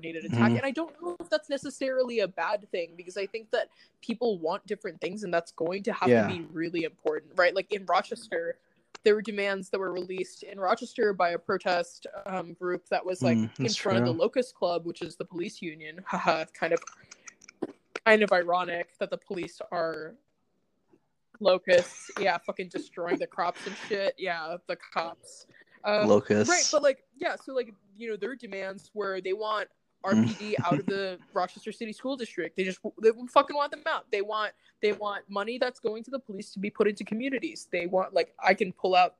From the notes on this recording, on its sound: This was recorded remotely so there are some audio issues (random drops, weird typing noises, delay so sometimes people talk over each other)